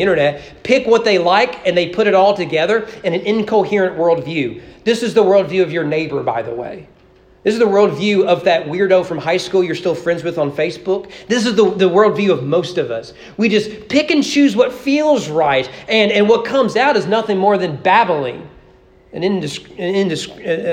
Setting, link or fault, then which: setting, large echoing room